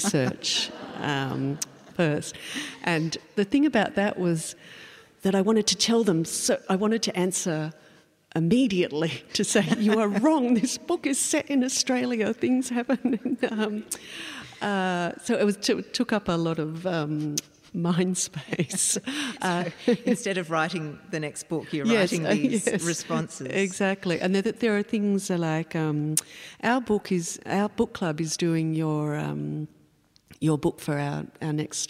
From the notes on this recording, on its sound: Recorded at the Castlemaine Town Hall. Presented in partnership with Castlemaine State Festival – A Dialogues Special Event.